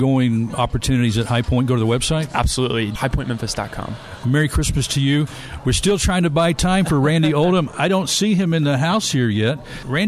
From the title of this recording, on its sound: Live from the HUB Coffeehouse